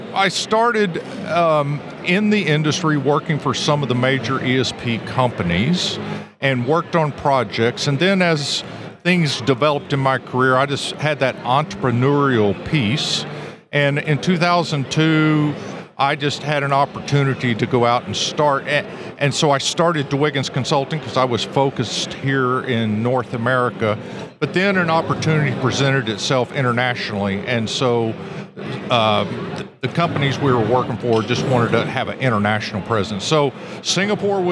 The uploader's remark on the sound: Recorded live at the 2023 ESP Symposium Chair a Society of Petroleum Engineers Gulf Coast Section.